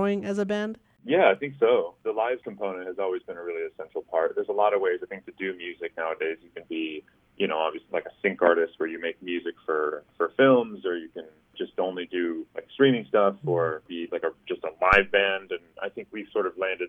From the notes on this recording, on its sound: In this engaging, fun, and heartfelt phone interview.